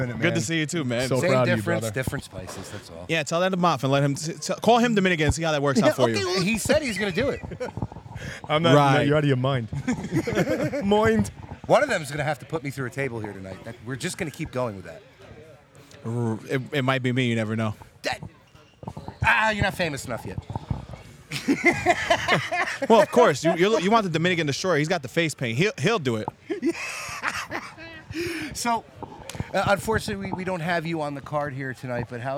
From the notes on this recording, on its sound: LIVE From "Premier Streaming Network Wrestling Showcase". The Chop Sports Fight Factory presents a LIVE/Recorded Broadcast from Metuchen, NJ for the Wrestling Showcase via Premier Streaming Network.